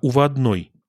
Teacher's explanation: перед гласным будет «ува», а перед следующим согласным просто «у»